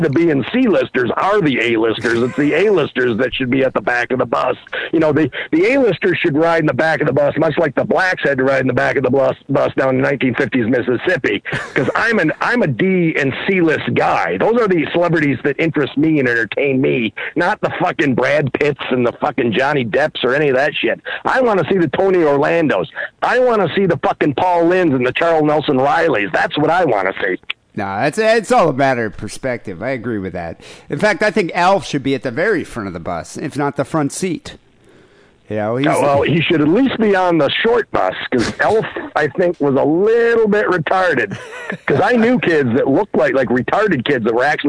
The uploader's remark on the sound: Phone calls.